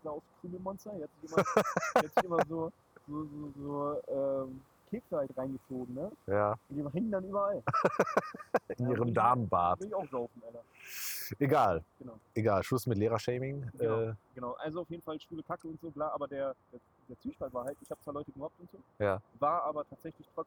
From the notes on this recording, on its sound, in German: erneut schlechtem Ton